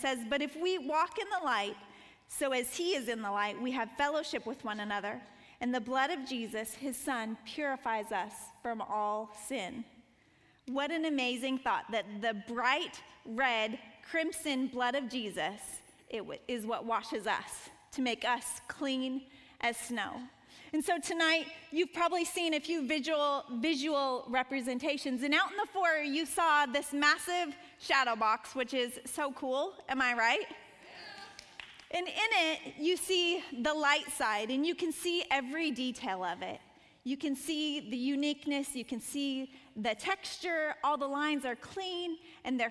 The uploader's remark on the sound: Panel Discussion and Sermon from WOMAN Night, March 31, 2017, at the Cabot campus of newlifechurch.tv